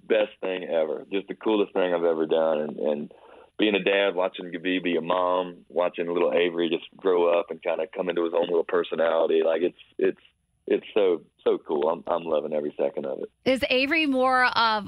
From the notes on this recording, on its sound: called